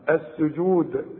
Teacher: السجود كلها مرققة، لكن هنعمل في الدال ايه، لازم نقلقلها